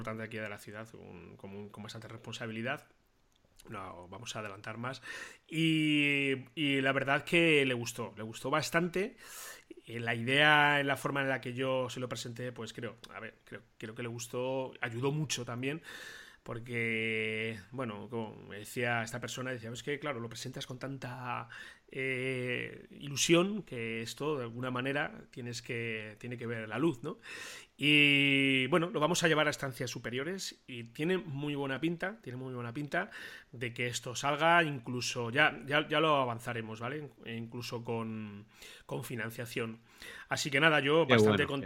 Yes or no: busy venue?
no